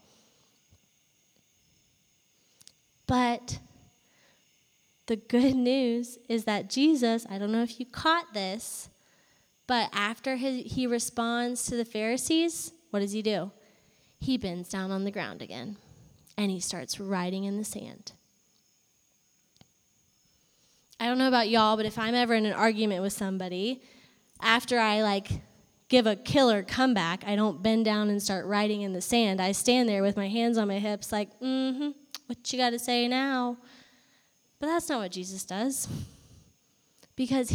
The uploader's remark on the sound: Live from our fall worship night at Clemson.